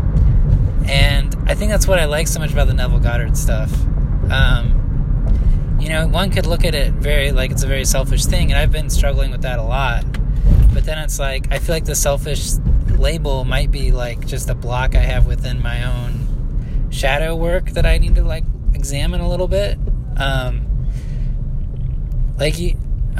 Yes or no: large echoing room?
no